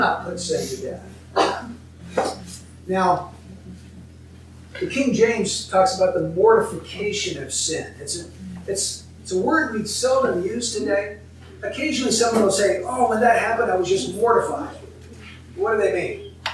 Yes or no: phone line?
no